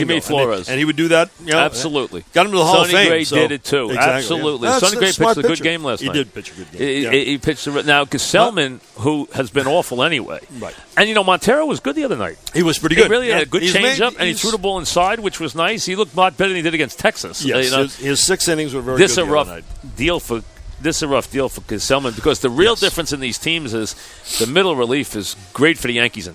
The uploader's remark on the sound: live from Citi Field